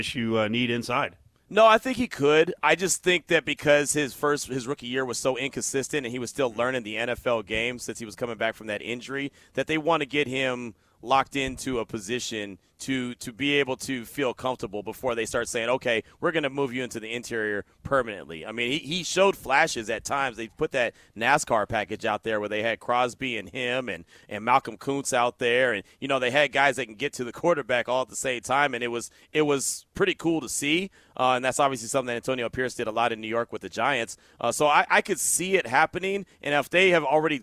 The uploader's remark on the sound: LIVE FROM THE COMBINE